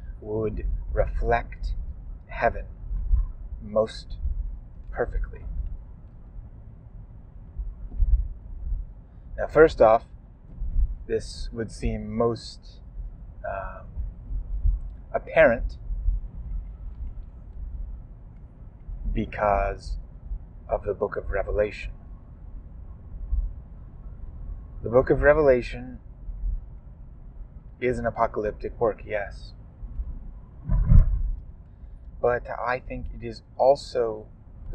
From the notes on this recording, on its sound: Please forgive the audio quality issues in this episode. This is one of the negative effects of recording a podcast in the car while driving.